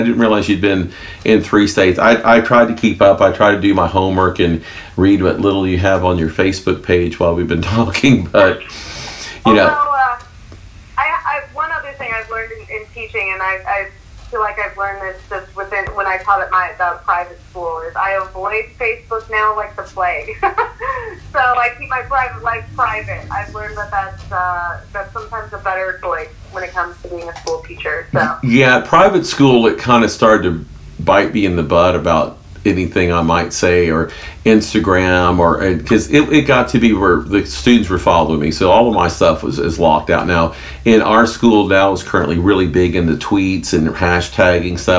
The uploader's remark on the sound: This is a phone interview. A mic connection issue.